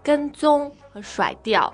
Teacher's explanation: So 跟踪 has two first tones.